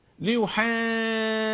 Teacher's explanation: الجيم المعطشة المشربة بالدال